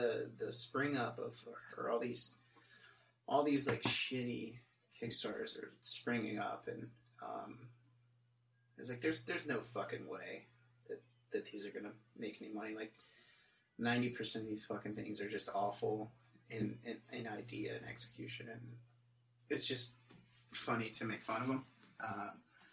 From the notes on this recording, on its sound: The audio may be screwed up